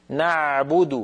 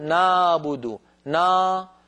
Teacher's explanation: العين الفصيحة أعمق من العين التي تعودنا في العاميات أن ننطقها · Shown in: first take